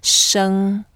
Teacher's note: it's the first tone, so we make it flat.